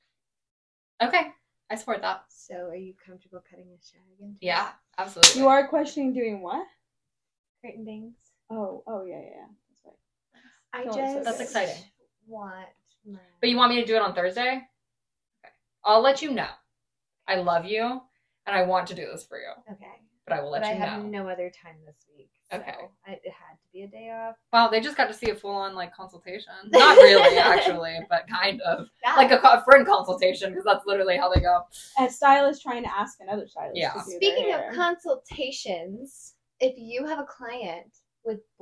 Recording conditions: drop-outs